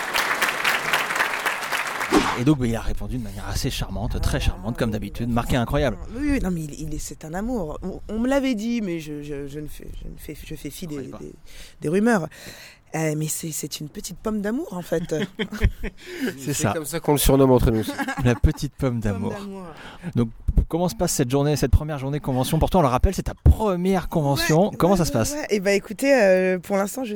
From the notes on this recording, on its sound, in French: Podcast complètement exceptionnel car enregistré à l'occasion de la convention Clouds Con Slay the vampire 5.